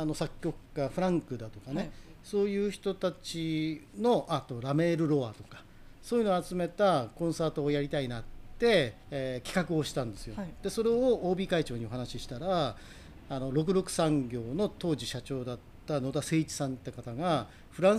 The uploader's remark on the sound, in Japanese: 収録環境により外部音が入っております。ご了承ください。